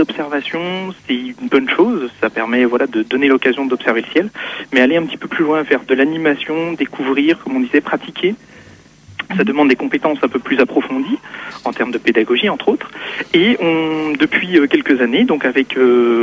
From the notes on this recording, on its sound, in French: par téléphone